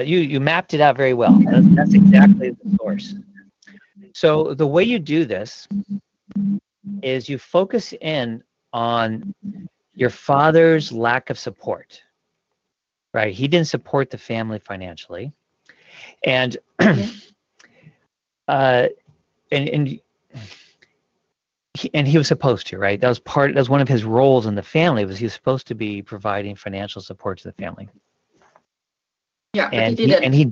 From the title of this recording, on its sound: Live Q&A Calls